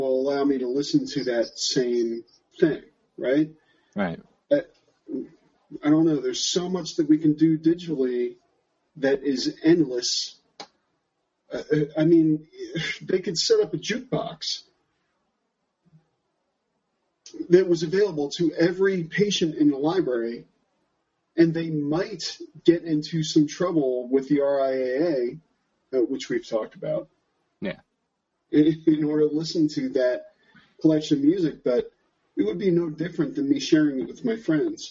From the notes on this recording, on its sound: features lightly edited audio from a live Google+ Hangout On Air conducted September 15, 2014.